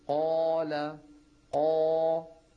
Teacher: أنا لما أقول القاف وفتحتها خرج الصوت مفخما امتلأ به الفم، فإذا قلت قال قال بيكون الصوت عم يتعدل، لكن لو قلت قال قا تكون الألف عبارة عن امتداد ومط لصوت القاف المفتوحة · Term: تفخم الألف